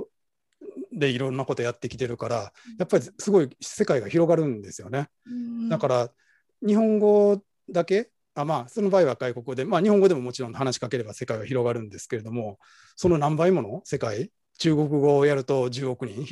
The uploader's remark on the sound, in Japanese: 収録場所：オンライン (Zoom)